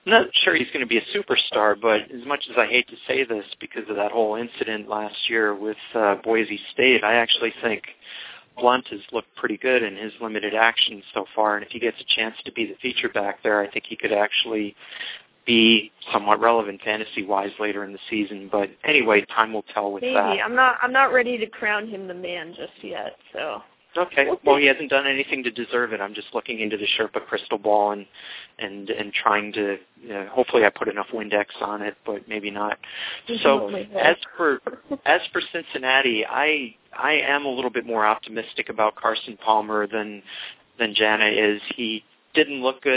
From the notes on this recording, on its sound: fan interaction via phone